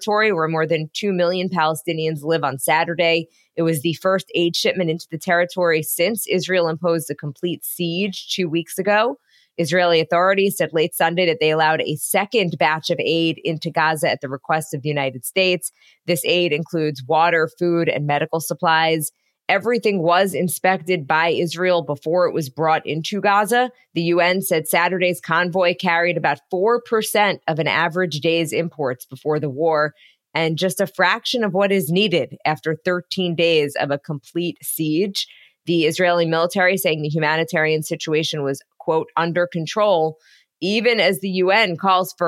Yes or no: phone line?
no